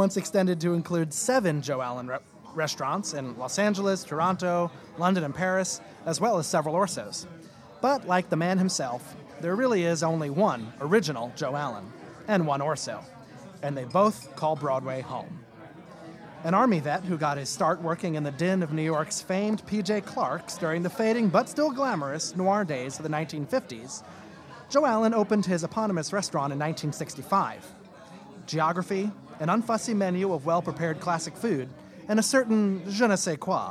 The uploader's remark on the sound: Coming to you live from Orso restaurant. While we eat some great food.